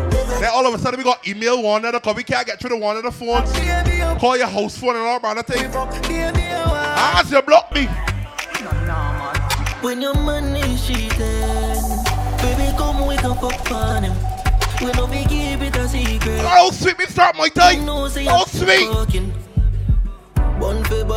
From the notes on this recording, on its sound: LIVE AUDIO FROM MAI TIDE BARBADOS SATURDAY NOVEMBER 18TH, 2023